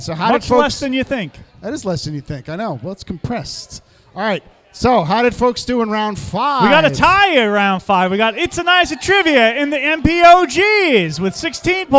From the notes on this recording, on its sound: Live from the Glenbrook, it's a bonus game all about beer and Glenbrook Brewery to celebrate one year in their new location at 95 Morris St in Morristown, NJ!